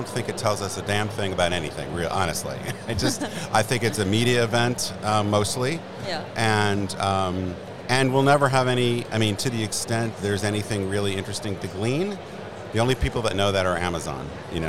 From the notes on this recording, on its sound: This episode is live from The Lead Innovation Summit in NYC